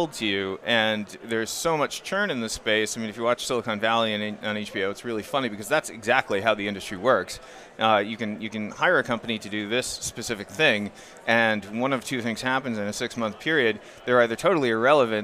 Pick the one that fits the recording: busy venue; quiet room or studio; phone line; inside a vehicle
busy venue